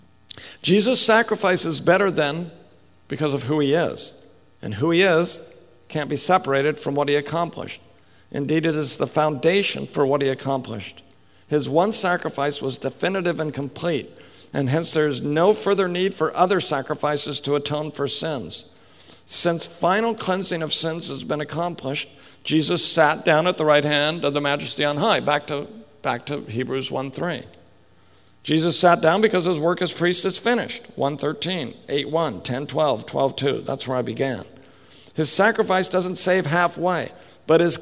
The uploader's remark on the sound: speaks at the 2015 RTS Jackson Biblical Theology Conference